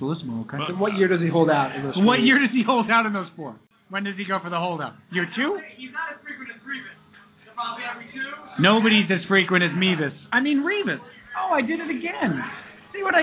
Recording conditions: busy venue